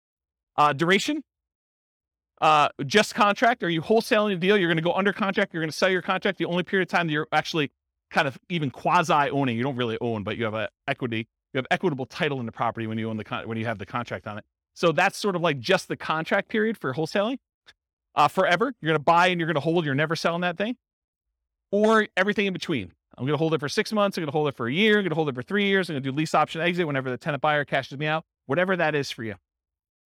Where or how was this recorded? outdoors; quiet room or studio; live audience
live audience